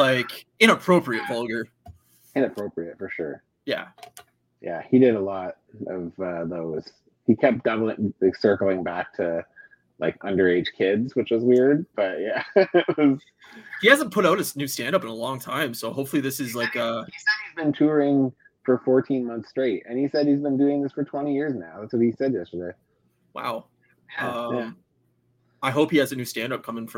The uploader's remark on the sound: full of technical problems